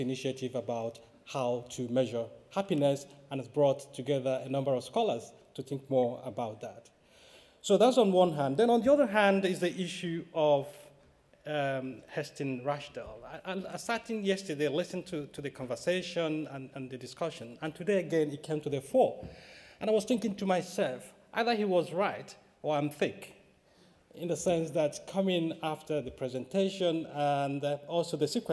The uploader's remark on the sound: Recorded on 27 January 2015 at the University of Edinburgh's Playfair Library.